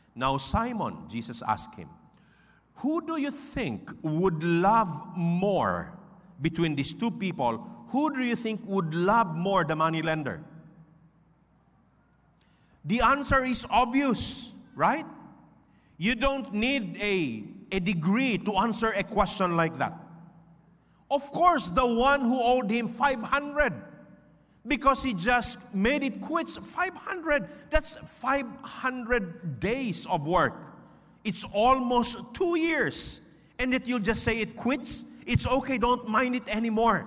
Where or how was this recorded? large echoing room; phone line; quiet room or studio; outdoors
large echoing room